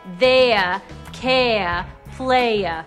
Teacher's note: There are no R's at the ends of some words.